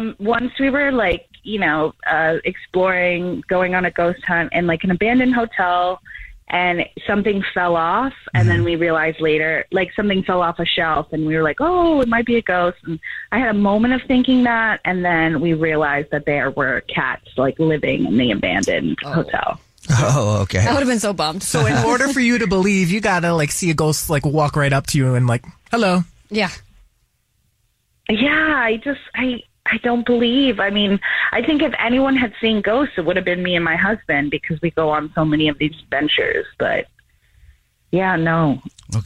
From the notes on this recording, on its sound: One of our listeners is on the phone